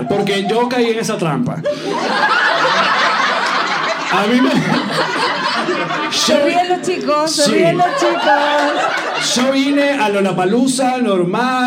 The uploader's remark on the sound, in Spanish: un programa grabado en Santiago de Chile, acompañados de nuestros #PatreoncitosPlus